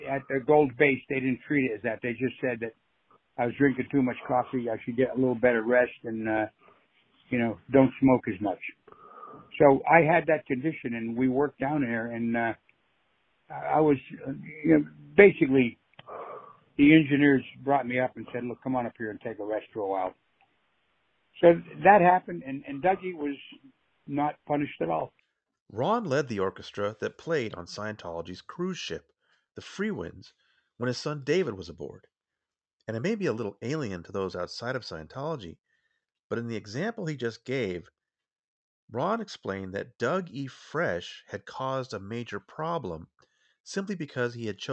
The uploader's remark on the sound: we must apologize for the technical quality of the call.